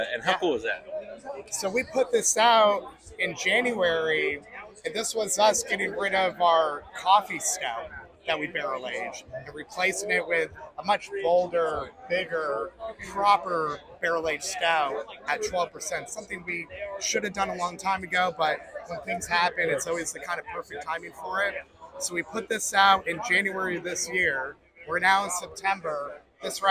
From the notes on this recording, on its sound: at the Kentucky Bourbon Festival